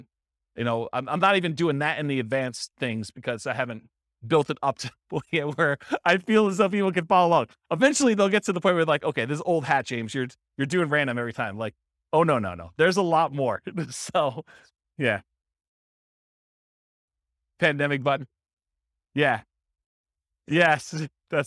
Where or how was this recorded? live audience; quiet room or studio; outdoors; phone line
live audience